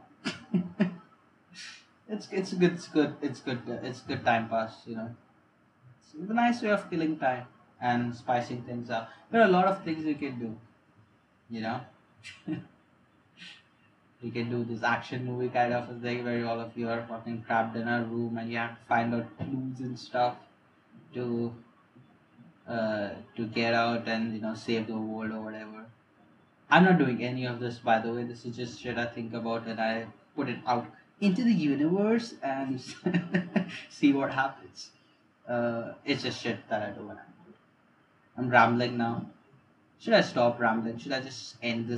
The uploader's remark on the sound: Ignore the bad audio.